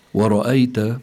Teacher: ورأيت، الراء هنا مفخمة لأنها مفتوحة، ومنذكر المستمعين على أن الراء إن كانت مضمومة أو كانت مفتوحة بتكون حكمها التفخيم، أما إذا كانت مكسورة بيكون حكمها الترقيق.